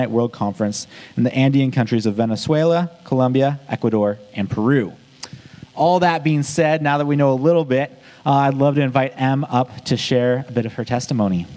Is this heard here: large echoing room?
yes